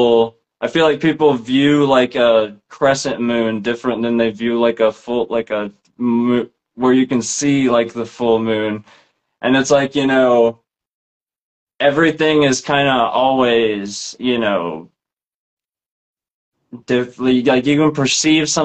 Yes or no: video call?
yes